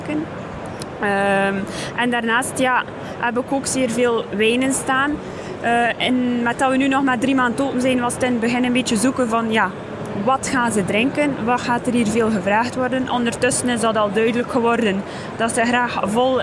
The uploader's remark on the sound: Horeca Expo Live